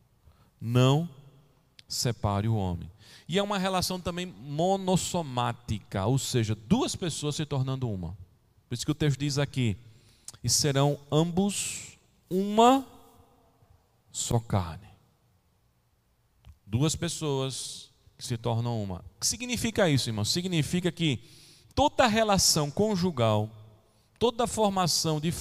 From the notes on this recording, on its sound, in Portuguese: Gravado em 25 de novembro de 2020 na Igreja Evangélica Congregacional em Candeias